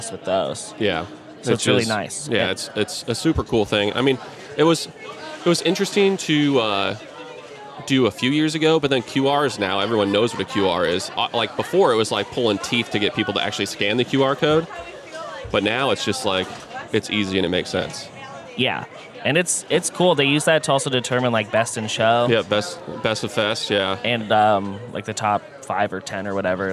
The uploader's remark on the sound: Live from BrrrFest!!